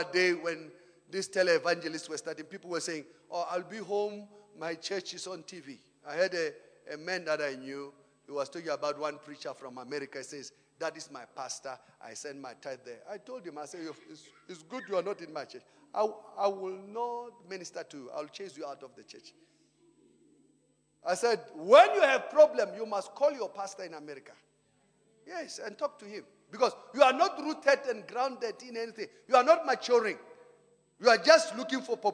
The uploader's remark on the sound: Preached at Emmanuel Christian Church, Arcadia Campus On the 3rd of February 2019